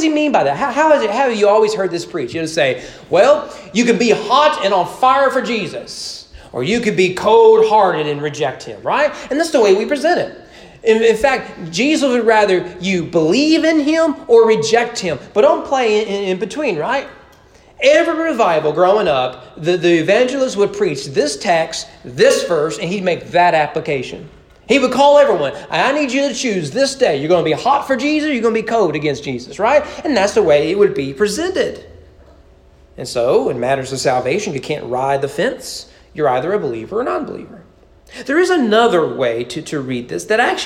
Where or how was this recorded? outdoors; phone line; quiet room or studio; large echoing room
large echoing room